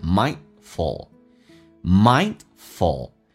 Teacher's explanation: 那么 D 跟 F 在一起的时候，那个 D 就可以不发音 · Term: D 可以不发音